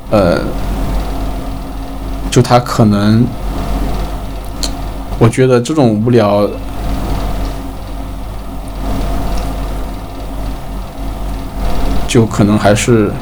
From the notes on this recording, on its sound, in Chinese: 友情提示：本期背景噪音比较大，请大家酌情收听